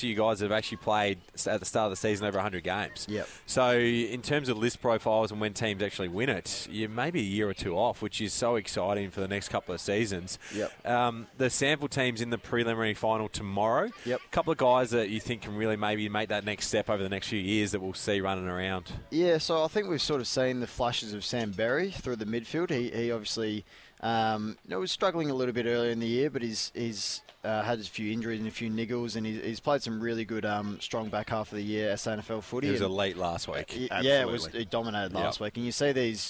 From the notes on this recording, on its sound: live from the grand opening of Tool Kit Depot Seaford